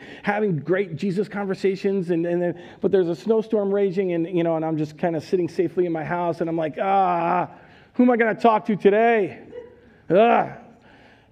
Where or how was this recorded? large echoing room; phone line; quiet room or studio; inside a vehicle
large echoing room